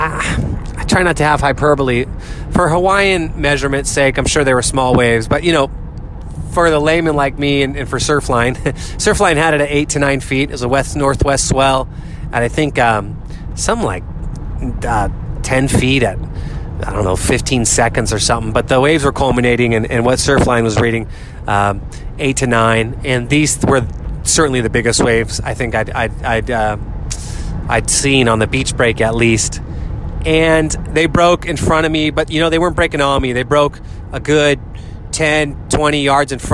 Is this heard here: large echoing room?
no